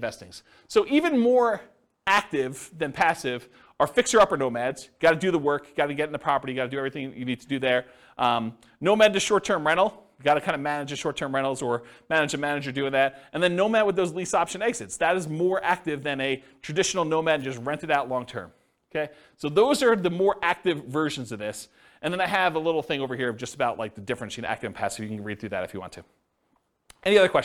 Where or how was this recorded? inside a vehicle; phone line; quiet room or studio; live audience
live audience